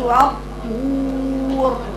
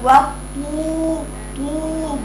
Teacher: تعمل الطاء مفخمة تنزل على واو رقيقة مادية · Shown in: first take · يبقى تقولي وطور اتمام الضمة بقى.